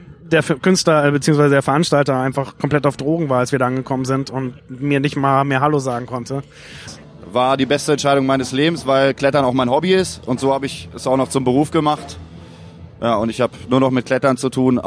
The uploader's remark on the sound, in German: Ich war in diesem Jahr wieder zum Auflegen auf dem Deichbrand Festival bei Cuxhaven und habe die Gelegenheit vor Ort genutzt und mich mit 5 Menschen unterhalten, die auf dem Festival gearbeitet haben.